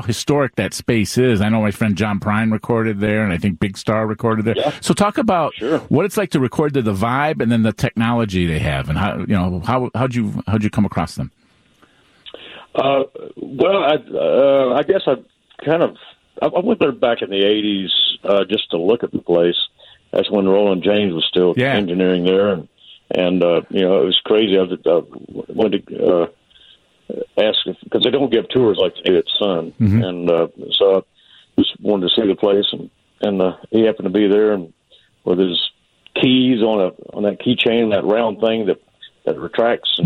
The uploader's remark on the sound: by phone